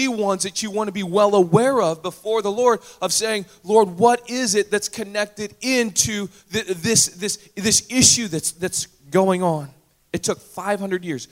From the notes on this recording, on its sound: Recorded on August 6, 2017 at THRIVE Church Summer Retreat Surrey, Canada